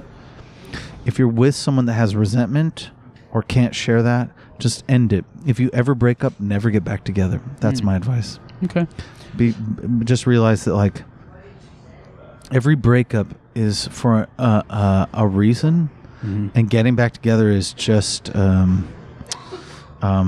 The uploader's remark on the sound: I think she knows when I am recording and is determined to interrupt. Recorded outside of Specs' Twelve Adler Museum Cafe in San Francisco.